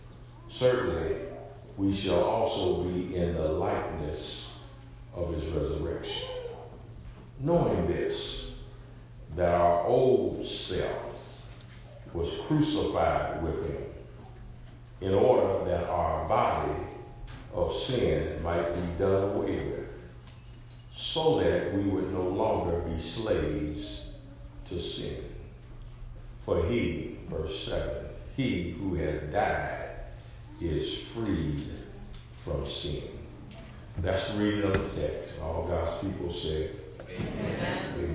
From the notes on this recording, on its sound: SERMON PREACHED AT Arlington Rd CHURCH OF CHRIST, HOPEWELL. VA.